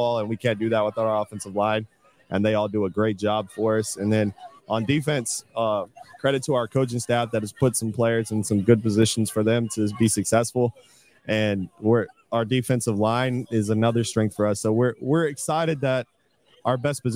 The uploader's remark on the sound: Broadcasting live from Enloe High School in Raleigh ahead of their homecoming football game against Broughton.